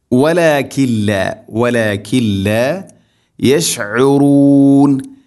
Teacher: വലാകില്ല സാക്കിന നൂന്ന് ശേഷം ലാം ഇദ്ഗാം ബിലാ ഗുന്ന. നൂനിനെ ലാമിലേക്ക് ഗുന്ന ചെയ്യാതെ, മണിക്കാതെ കൂട്ടിലയിപ്പിക്കണം